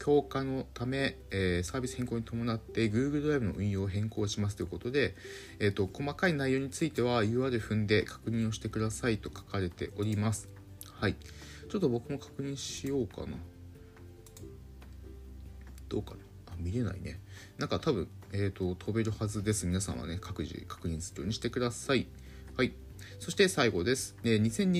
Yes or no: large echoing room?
no